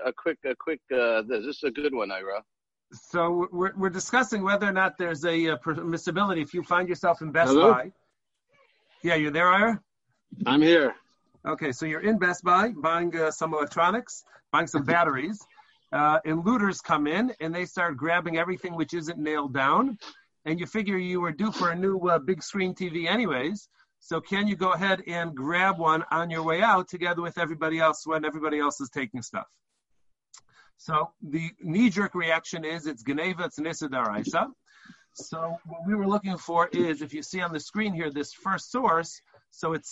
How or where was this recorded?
video call